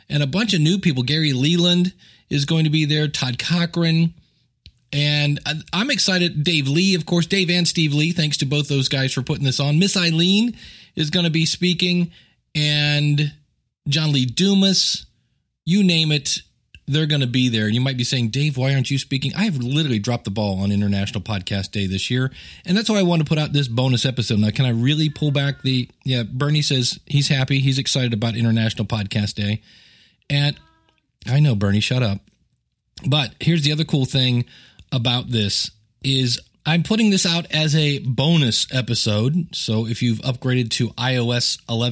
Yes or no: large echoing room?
no